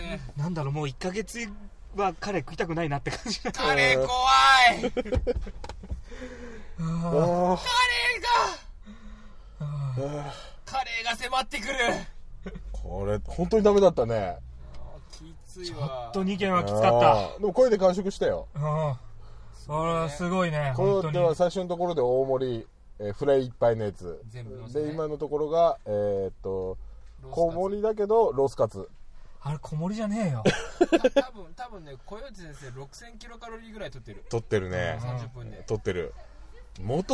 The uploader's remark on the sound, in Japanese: GO!金沢24時間耐久ロケ 編。収録はすべて「チリチリモービル内」しかも「走行中のみ」となっております…。